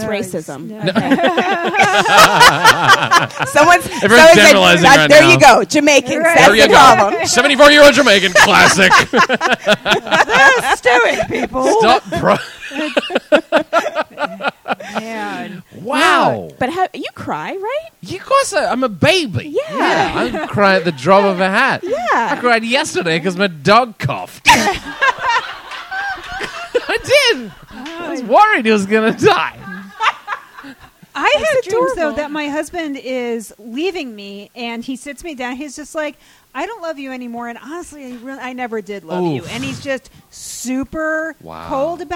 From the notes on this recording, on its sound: Live show monthly at KGB Bar in NYC.